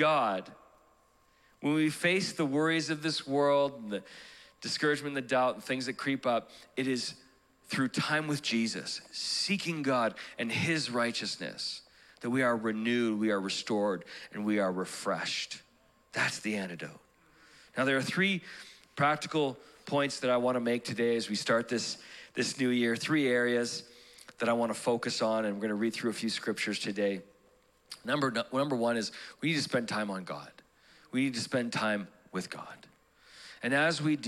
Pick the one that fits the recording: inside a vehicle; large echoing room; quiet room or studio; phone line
large echoing room